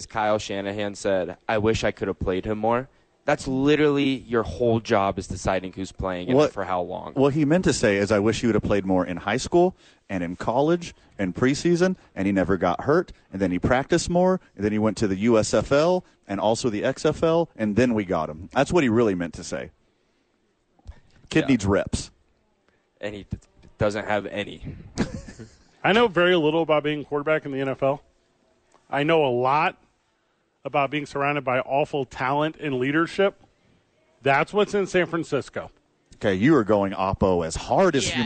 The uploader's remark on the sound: Live from the Albuquerque Duke Store.